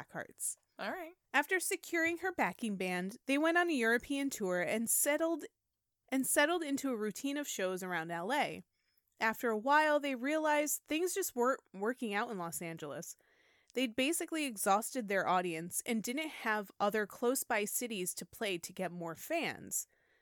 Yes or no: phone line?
no